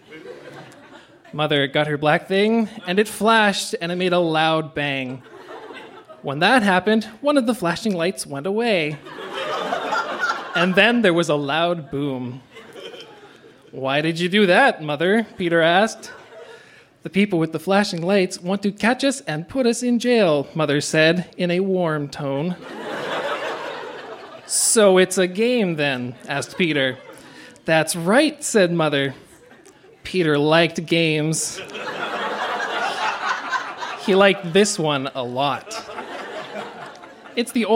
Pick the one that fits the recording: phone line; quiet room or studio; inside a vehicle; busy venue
busy venue